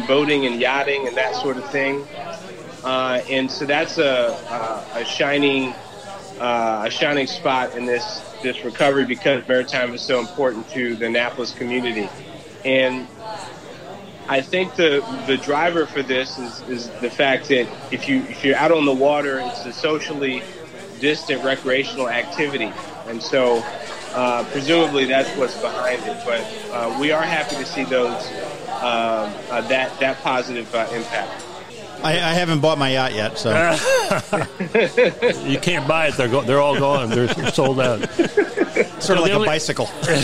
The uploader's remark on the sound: Boatyard Bar & Grille in Eastport. We ate lunch in the bustling tent out front --hence the background noise.